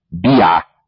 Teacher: فقد نطقت البيضة عندهم بالعين الحلقية بيعة